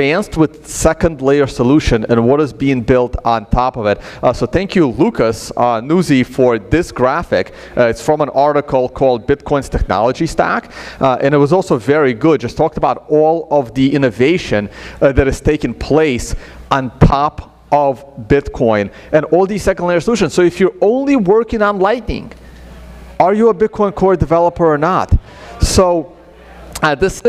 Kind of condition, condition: setting, live audience